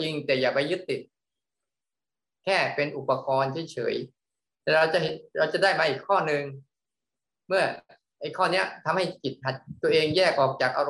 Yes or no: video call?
yes